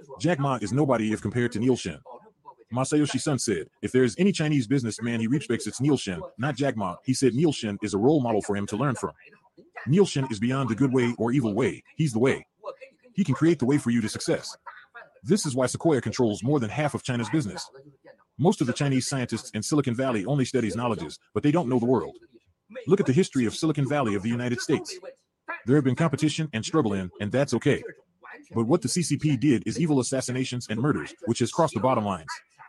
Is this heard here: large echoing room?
no